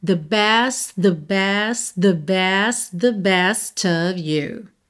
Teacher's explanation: Você meio que vai juntando o T final de cada best com o TH do início de the.